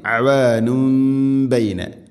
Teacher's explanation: തൻവീനിനെ മീമാക്കി മാറ്റി മണിച്ചുകൊണ്ട് ഉച്ചരിക്കണം. ഇഖ്ലാബ് എന്ന് പറയും.